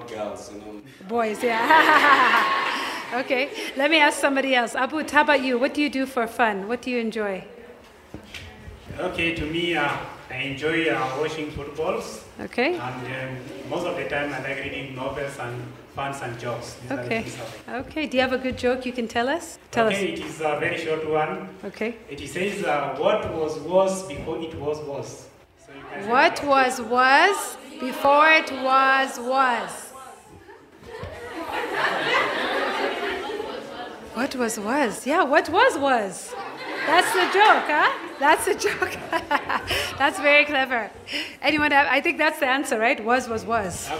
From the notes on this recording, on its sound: In this special live episode of Up/Root. This live episode is a collaboration between Up/Root and UNICEF Kenya in honor of World Refugee Day and was recorded live on location in Kakuma Refugee Camp.